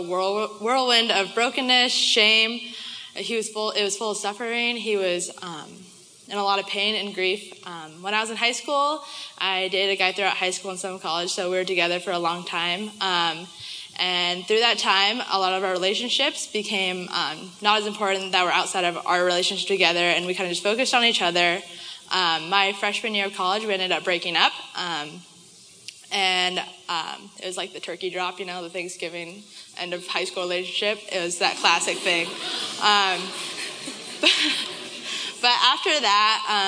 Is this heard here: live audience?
yes